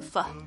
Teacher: 我不是念成 for 这样子很清楚很圆的这种声音，我是念成 f